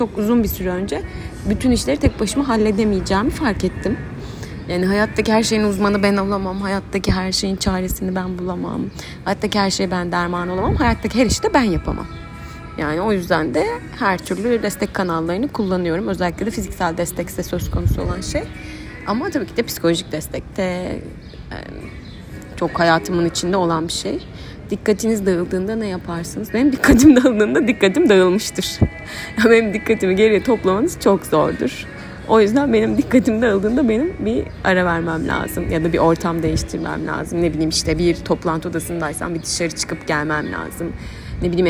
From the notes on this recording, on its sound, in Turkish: Çok ani bir kararla kafede kayıt yaptığım, sesi çok temiz olmayan bir bölüm.